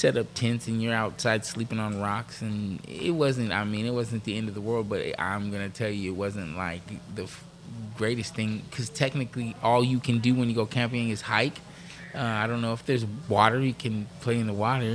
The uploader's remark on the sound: The Walkout Live from the Wheelhouse Lounge in Port Hueneme